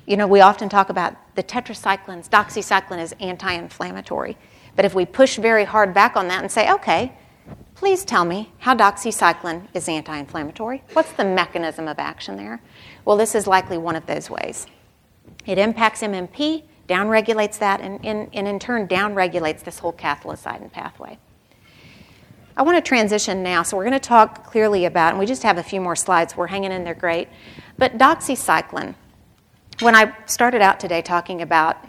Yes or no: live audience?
yes